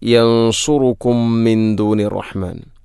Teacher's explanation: സുക്കൂനുള്ള മീമിന് ശേഷം വീണ്ടും മീമ്, ഇദ്ഗാം മുത്തമാസിലേനി സുഗീർ